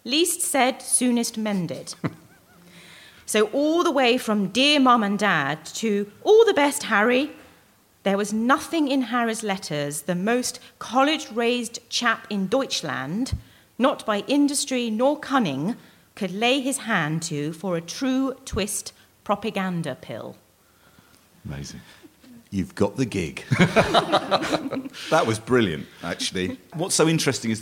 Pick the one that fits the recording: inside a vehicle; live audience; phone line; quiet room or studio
live audience